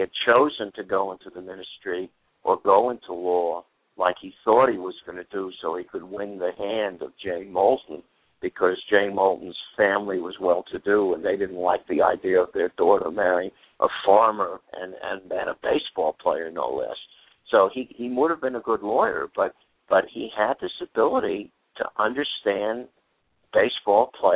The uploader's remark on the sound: will call